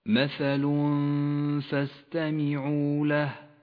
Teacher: التنوين وبعده حرف الفاء، يخفى التنوين بالفاء مع بقاء غنة للتنوين من غير تشديد